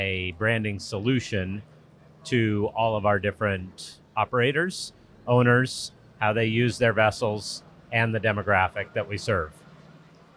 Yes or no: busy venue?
yes